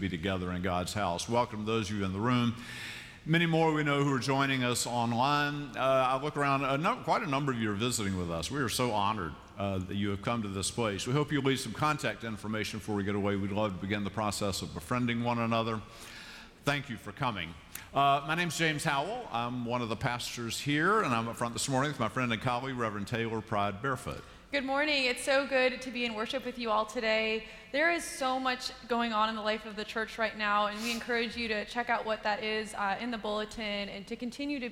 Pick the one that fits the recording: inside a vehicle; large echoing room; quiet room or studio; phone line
large echoing room